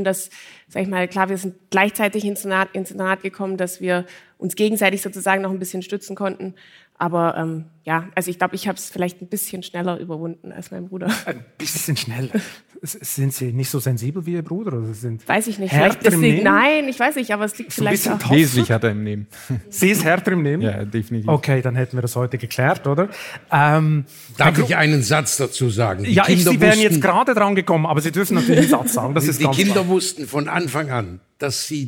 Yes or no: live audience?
yes